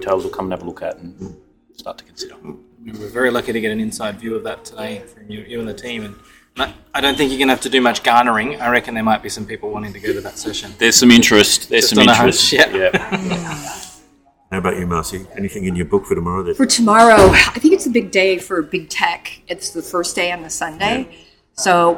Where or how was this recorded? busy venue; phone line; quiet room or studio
busy venue